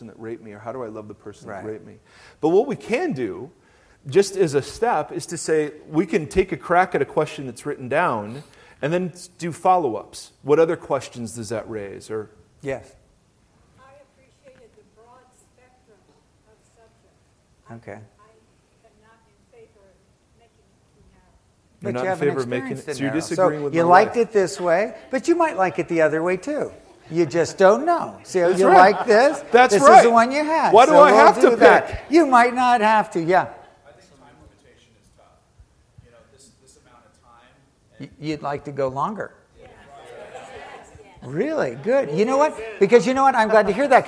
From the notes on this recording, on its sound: Recorded live in the worship center on the Irvine campus.